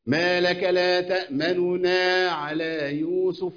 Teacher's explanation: أنا عندي النون الأولى مضمومة فأجيب جزء من الضمة، ما لك لا تأمننا على يوسف، هتلاقي النون الثانية واخدة زمن أطول شوية